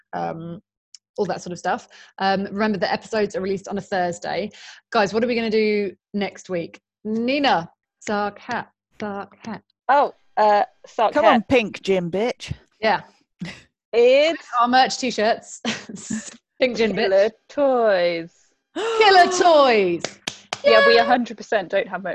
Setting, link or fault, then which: link, video call